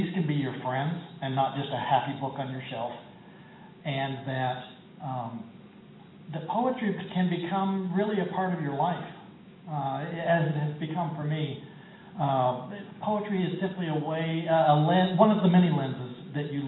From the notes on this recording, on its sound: taped live at the Bridgewater International Poetry Festival at Bridgewater College in Virginia on January 17.